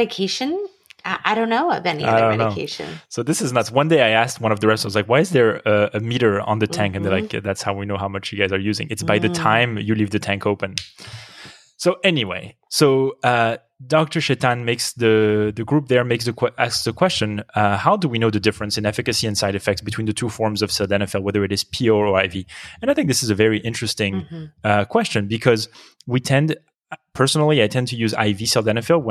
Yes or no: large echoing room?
no